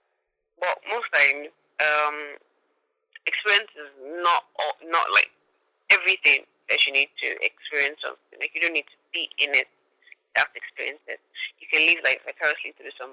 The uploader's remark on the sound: An episode with my first phone guest.